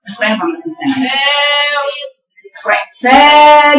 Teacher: هات المد بقوته وهاتي الراء رقيقة